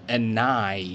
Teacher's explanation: 这个 and 的音呢和后面这个眼睛这个 I 的音呢可以连起来 · Term: 连读